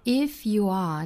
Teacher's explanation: 这个 are,美音发成 r 卷舌音